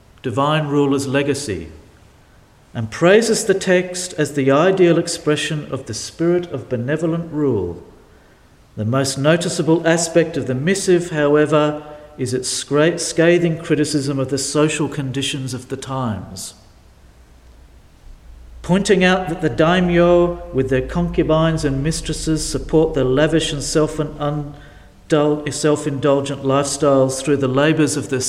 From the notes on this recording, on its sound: delivered at St Paul's in Beaconsfield